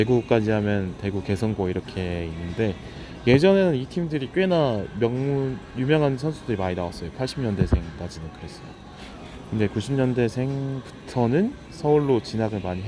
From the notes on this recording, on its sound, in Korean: 콧물 소리 죄송